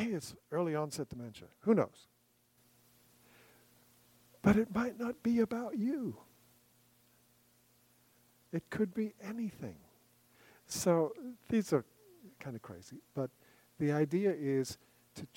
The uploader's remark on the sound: Recorded September 28, 2023, at Ringgold Seventh-day Adventist Church.